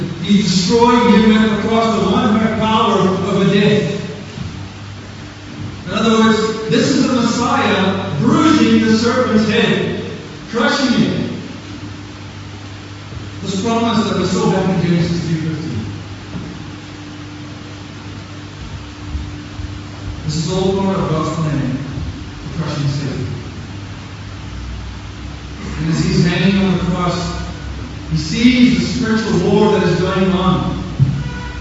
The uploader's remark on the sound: Apologies for the poor recording.